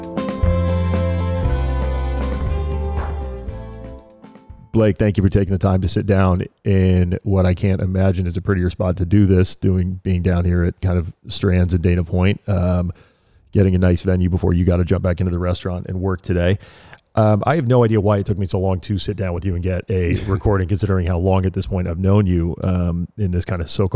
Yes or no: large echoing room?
no